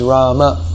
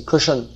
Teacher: So it's a linguistic practice that people have to drop the last vowel. · Shown in: second take · If the last syllable is a vowel, in most Sanskrit words that are spoken in, when they're spoken in Hindi, in almost all cases it's dropped.